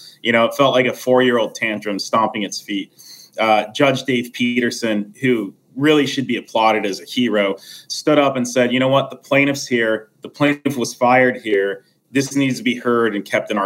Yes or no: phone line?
no